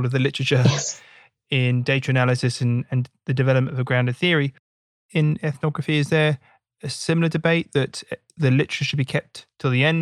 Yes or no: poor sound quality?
no